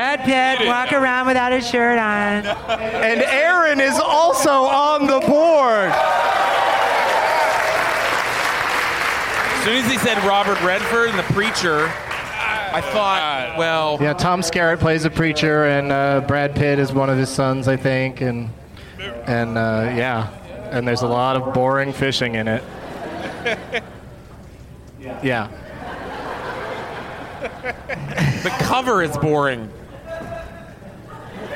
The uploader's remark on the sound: Live from The Improv in Pittsburgh, PA